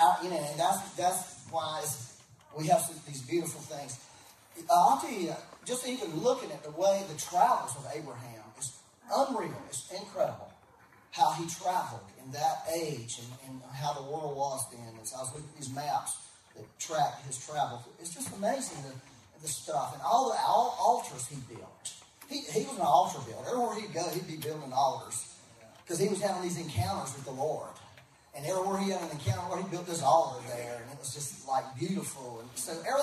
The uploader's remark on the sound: Please excuse the poor audio quality. We had technical difficulties and had to use a back-up method for recorded audio.